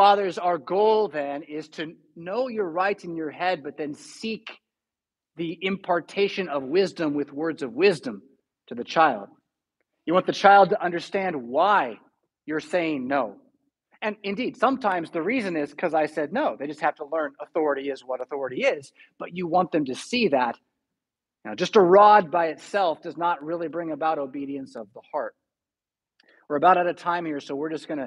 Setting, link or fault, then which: setting, large echoing room